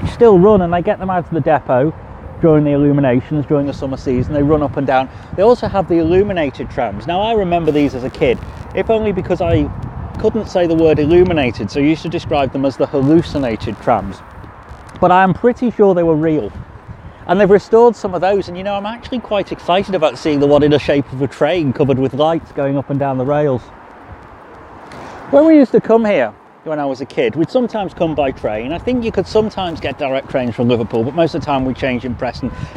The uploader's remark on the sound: This episode was recorded at home in London, on a train and in a few other places. I had to do a few re-takes back at home in London due to the sound quality of my mobile recording kit. The bits recorded out and about. All the background noises you hear are genuine rather than post production effects.